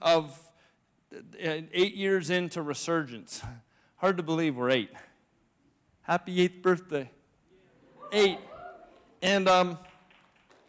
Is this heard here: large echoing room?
yes